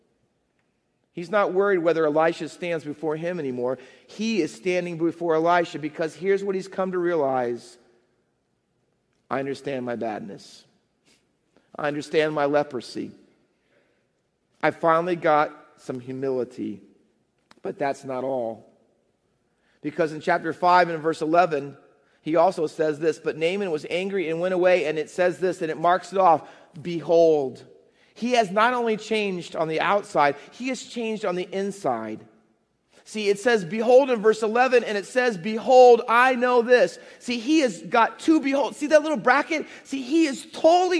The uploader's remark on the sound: Faith Baptist Church in Hamilton, NJ.